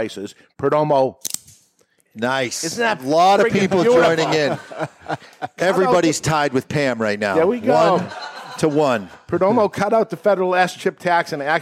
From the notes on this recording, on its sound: Live from the Toscano Sound Stage in Salem, New Hampshire. Is recorded live in front of a studio audience at Studio 21 Podcast Cafe upstairs at Two Guys Smoke Shop in Salem, NH.